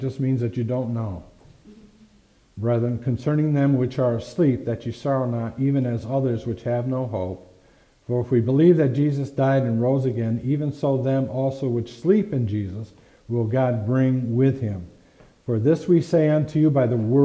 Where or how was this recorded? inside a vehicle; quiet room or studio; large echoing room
large echoing room